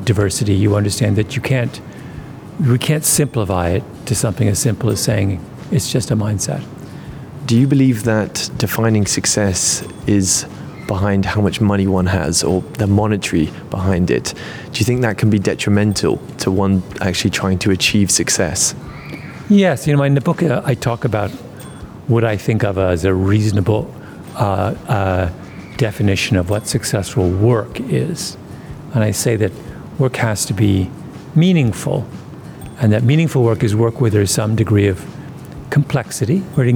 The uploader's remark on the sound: Live from SIBF 2023. At the 42nd edition of the Sharjah International Book Fair.